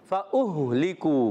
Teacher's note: فا اہ لکو فا کی ادائیگی، اور اوپر والے دانت کنارے نیچے والے ہونٹ کے تر حصے سے لگتے ہیں تو فا ادا ہوتا ہے. حمزہ کو ہاتھ سے ملانا ہے، آواز آئے گی فا اہ لکو.